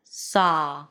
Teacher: open your mouth for the ah, as in father vowel sound · IPA: ɑː